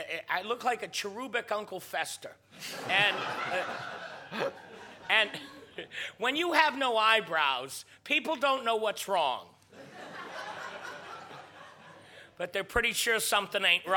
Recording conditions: live audience